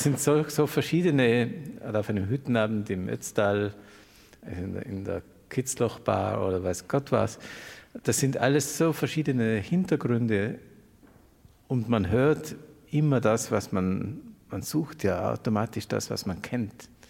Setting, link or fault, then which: setting, live audience